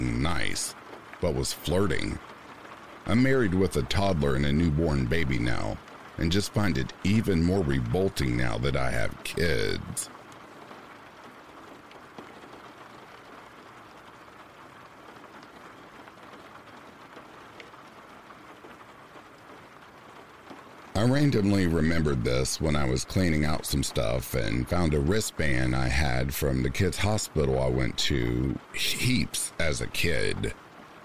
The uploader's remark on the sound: RAIN SOUNDS